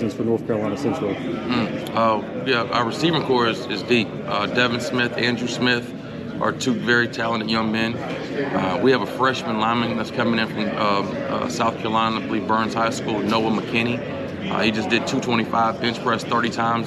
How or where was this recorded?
busy venue